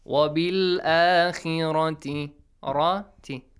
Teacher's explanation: The letter kha is pronounced lightly here, okay? Because it has a kasra sound.